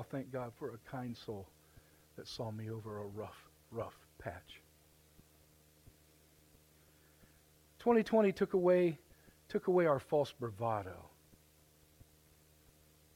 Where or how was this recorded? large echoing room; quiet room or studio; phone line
large echoing room